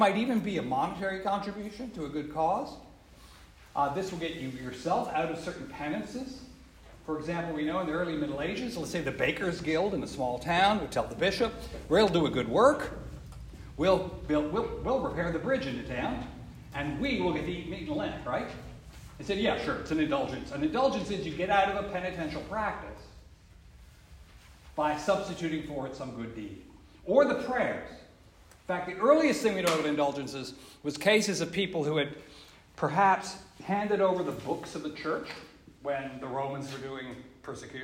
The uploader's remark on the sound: This lecture was given on October 13th 2023. Joseph's in Greenwich Village.